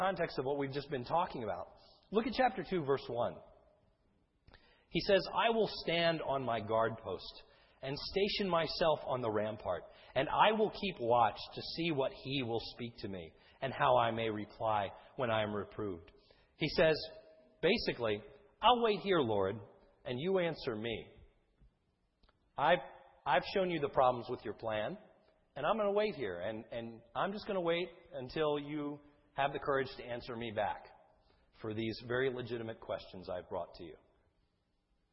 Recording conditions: large echoing room